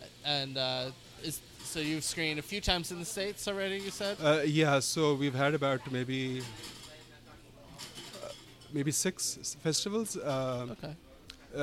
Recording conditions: busy venue